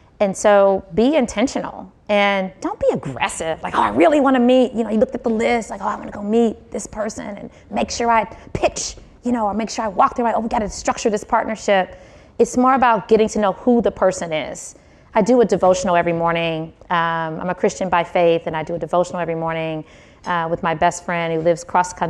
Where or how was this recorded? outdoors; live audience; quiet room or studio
live audience